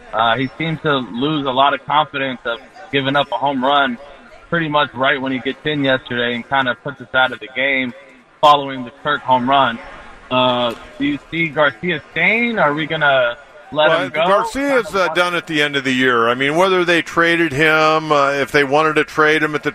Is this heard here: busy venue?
yes